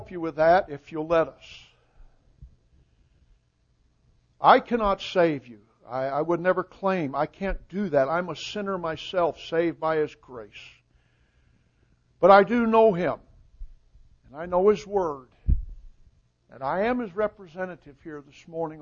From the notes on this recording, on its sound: Recording of the sermon